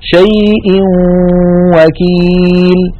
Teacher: ننتقل من همزة شيء إلى واو وكيل مع بقاء الغنة